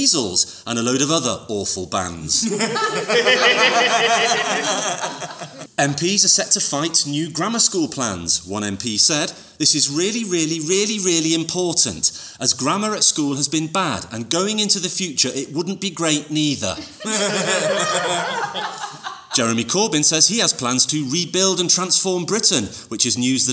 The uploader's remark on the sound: Recorded at the Westwood Centre in West Yorkshire in front of an audience of humans.